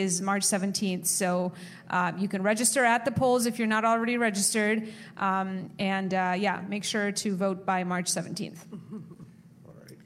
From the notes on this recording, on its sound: It's the Super Tuesday primaries and caucuses LIVE show with the Chicago Reader at The Promontory in Hyde Park.